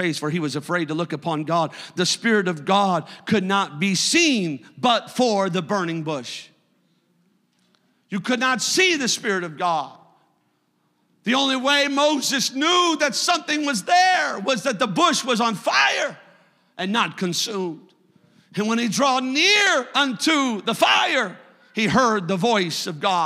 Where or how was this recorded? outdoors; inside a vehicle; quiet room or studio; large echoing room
large echoing room